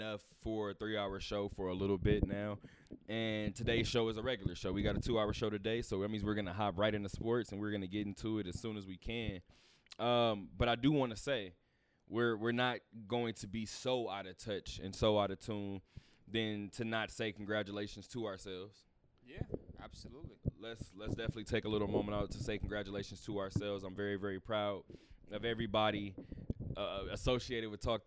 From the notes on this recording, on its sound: Talk that Talk Radio Show Live from Westgate.